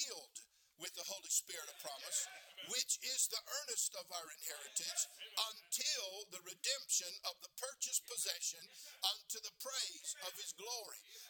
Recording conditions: large echoing room